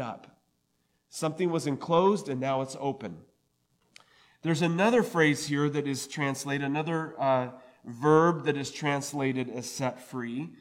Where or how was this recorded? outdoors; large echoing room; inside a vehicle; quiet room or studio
large echoing room